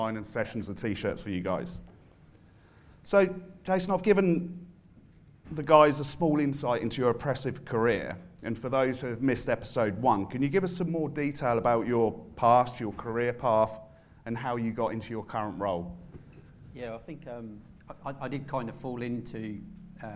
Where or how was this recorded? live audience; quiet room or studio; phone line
live audience